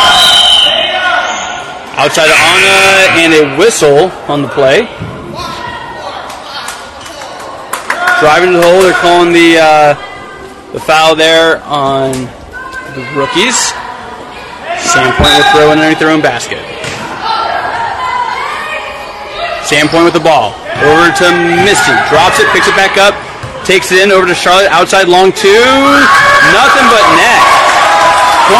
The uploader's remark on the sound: Today’s game brought to you live from Sand Point